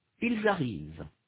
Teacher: Note in particular that the S of tu arrives is not pronounced, nor is the final NT of ils arrivent.